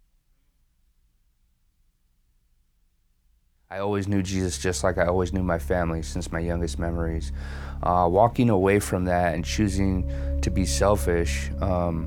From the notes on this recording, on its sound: was preached on April 17th at the 10AM service